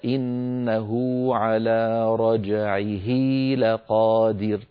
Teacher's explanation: أشبعنا ضمة الهاء في إنه حتى تولد منها واو لفظية تنطق ولا تكتب في الخط، لذلك ألحقها علماؤنا في المصحف الشريف. · Term: مد الصلة